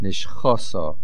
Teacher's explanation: the word Nishchosa, the stress is on the ches, Nishchosa